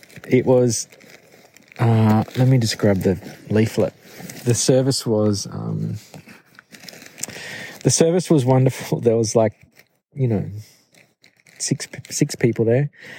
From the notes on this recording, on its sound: I recorded this episode directly into my phone in the middle of a beautiful forest in the Luxulyan Valley in Cornwall. There was no mic so the sound might be a bit dodgy.